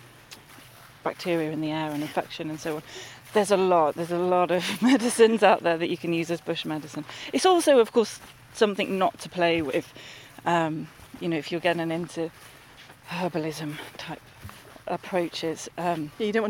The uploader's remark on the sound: at the Timber Festival in the National Forest in Leicestershire